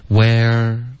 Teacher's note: 会有一个舌头的动作导致它有一个滑动